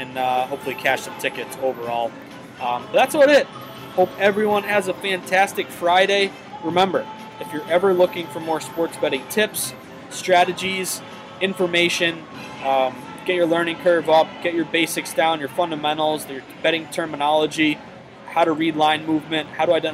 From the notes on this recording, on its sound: comes to you live from the Tropicana Casino in Atlantic City